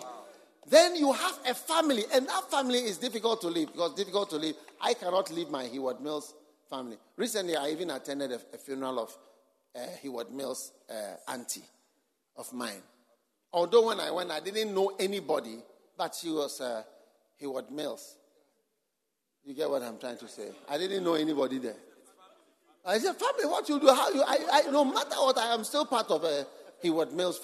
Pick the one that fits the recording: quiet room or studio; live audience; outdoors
live audience